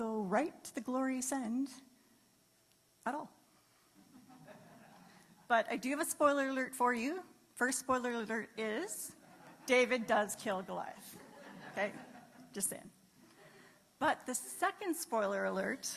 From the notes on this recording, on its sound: This was a live great live service